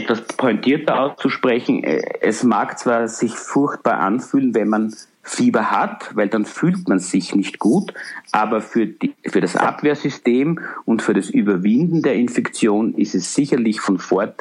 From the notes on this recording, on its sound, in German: Aus technischen Gründen mussten wir diese Episode per Telefon und nicht wie gewohnt über das Internet aufzeichnen. Die Tonqualität ist deshalb etwas schlechter als gewohnt.